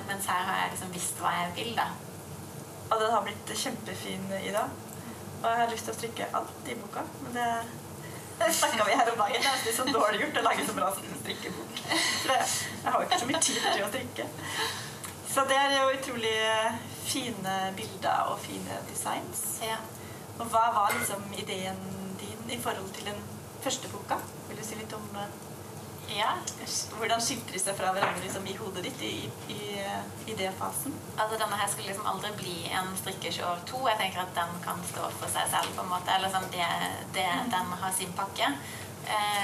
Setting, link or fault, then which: fault, poor sound quality